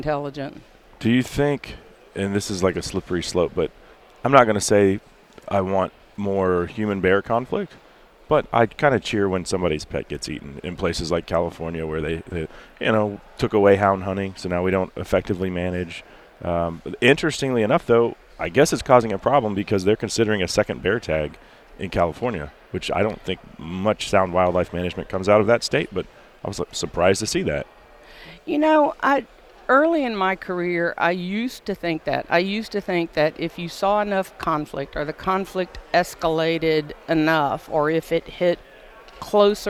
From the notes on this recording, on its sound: taped this one while at the recent SCI Convention in Nashville